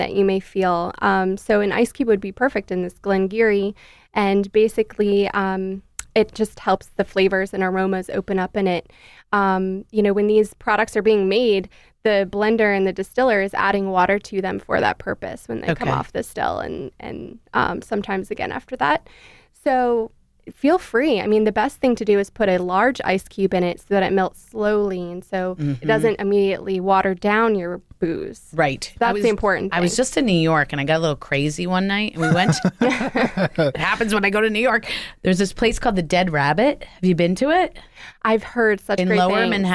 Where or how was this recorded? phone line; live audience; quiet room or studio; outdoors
quiet room or studio